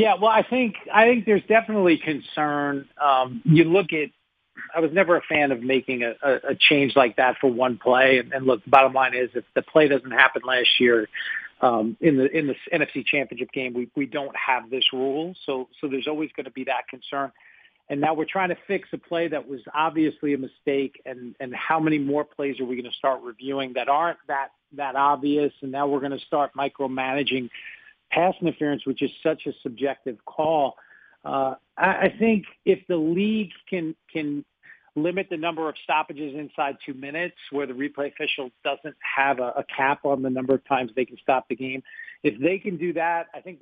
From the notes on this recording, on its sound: called in to the Ben and Skin show